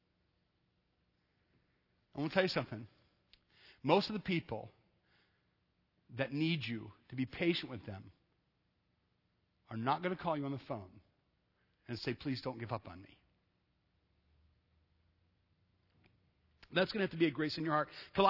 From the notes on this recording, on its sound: Sunday night at Evangel I preached a message